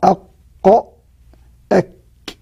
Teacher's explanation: هذان الحرفان يسميان حرف لهويان لخروجهما من قرب اللها